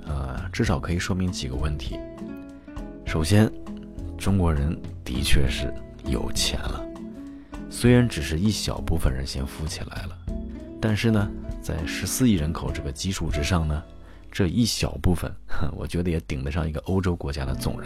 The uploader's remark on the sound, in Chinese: 日本实地录音